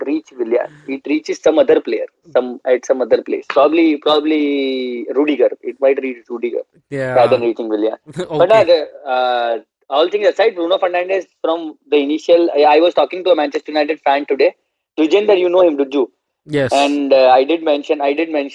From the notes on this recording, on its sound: On the phone.